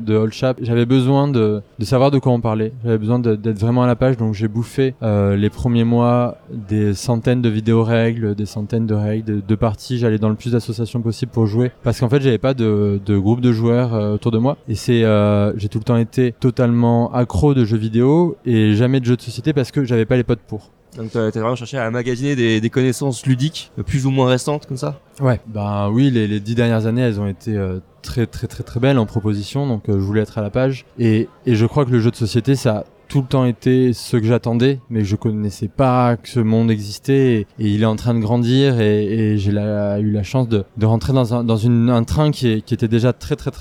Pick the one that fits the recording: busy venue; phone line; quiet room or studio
busy venue